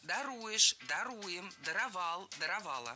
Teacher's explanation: Опять же, ударение ставим за корнем.